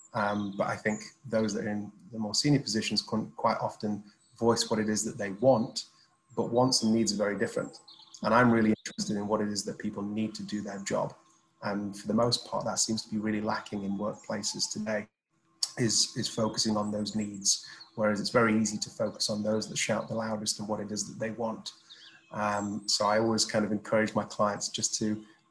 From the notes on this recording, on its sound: Filmed over Zoom between the UK and Dubai.